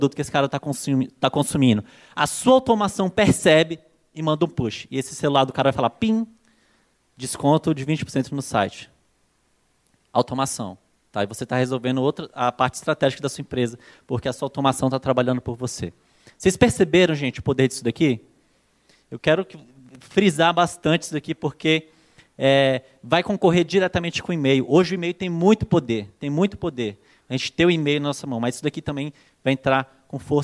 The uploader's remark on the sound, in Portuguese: palestra exclusiva, ministrada no Acelerador Digital ao vivo 2015